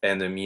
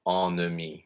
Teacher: that initial en is not an a nasal. · Shown in: first take